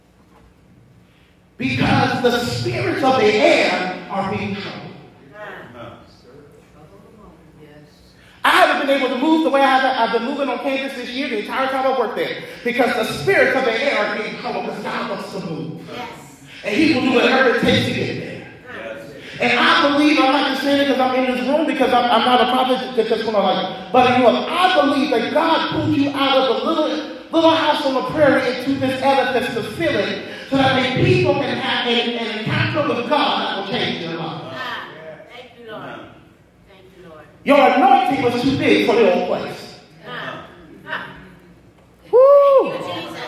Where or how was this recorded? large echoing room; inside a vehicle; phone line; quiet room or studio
large echoing room